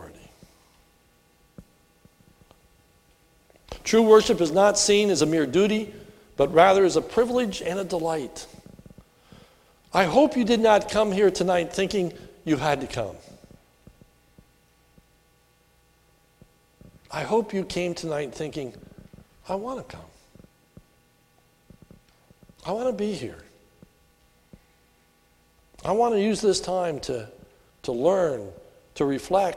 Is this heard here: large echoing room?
yes